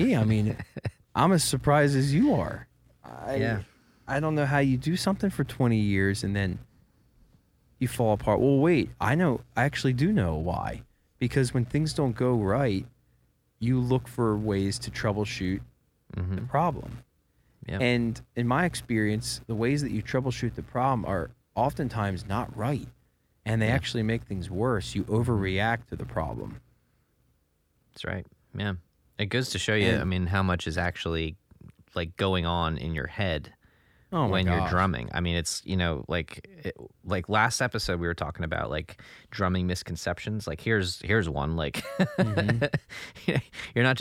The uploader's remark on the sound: finds himself recording from the back of the bus while the rest of the band and crew are asleep